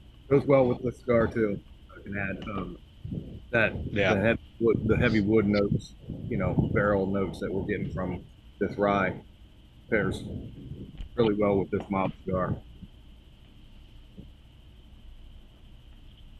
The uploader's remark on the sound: We're working with some new equipment, please forgive the sound quality